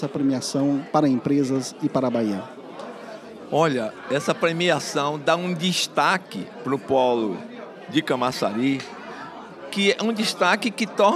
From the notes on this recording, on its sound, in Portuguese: Cobertura ao Vivo do Prêmio Polo de SSMA. A cobertura da entrega do Prêmio Polo de SSMA do Polo Industrial de Camaçari.